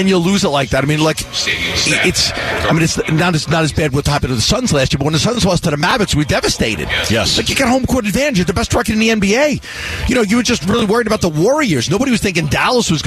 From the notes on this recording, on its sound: LIVE from Chase Field for the Arizona Diamondbacks home opener. Live down on the field in Downtown Phoenix.